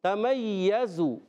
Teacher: یا مشدد رہے گا مگر یا کے اندر کوئی ژ کی آواز، ژ کی آواز نہیں آئے گی